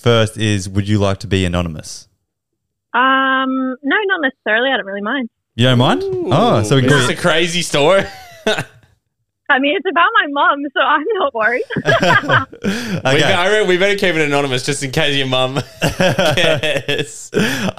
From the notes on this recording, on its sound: Today we have 5 listeners call